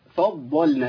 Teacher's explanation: الضاد دي حرف مطبق مستعلي حرف قوي جدا مفخم فالضاد محتاجة مني صفتها كلها قوة إلا صفة واحدة بس إن بيجري فيها الصوت.